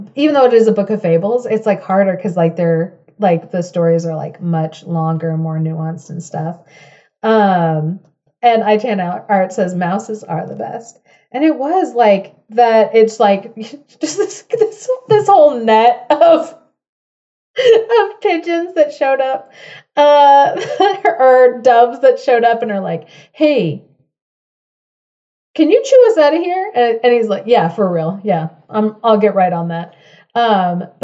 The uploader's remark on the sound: Join us for this recording of our first Fifth Friday Fable Fest of 2023.